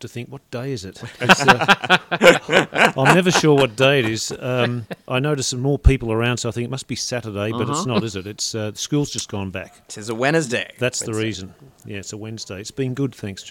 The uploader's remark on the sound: Recorded live at the Brunswick Street Bookstore.